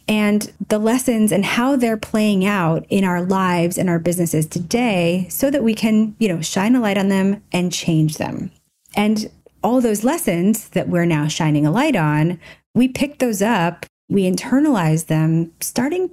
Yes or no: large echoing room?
no